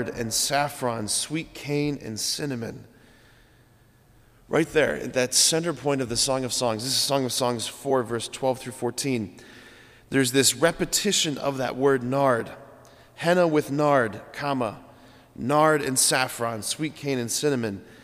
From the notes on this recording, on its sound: preached this homily on April 3, 2023 at Sacred Heart of Jesus Catholic Church in Wadsworth, OH.